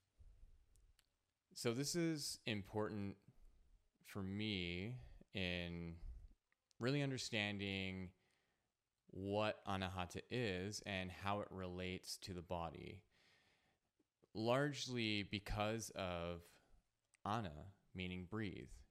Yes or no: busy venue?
no